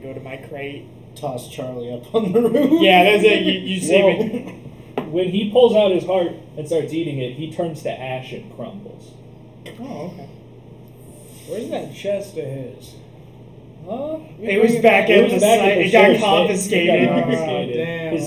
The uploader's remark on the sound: Un-Edited Version. Be warned the audio is truly unedited and thus is unbalanced. Mic issues are still being worked on.